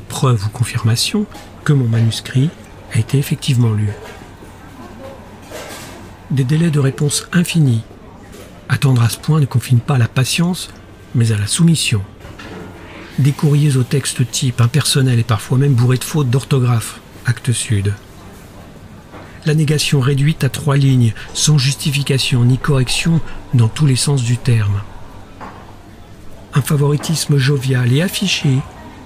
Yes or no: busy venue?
yes